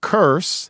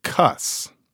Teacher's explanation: speaking a kind of dialect that tends to leave R's out at the end of syllables · Shown in: second take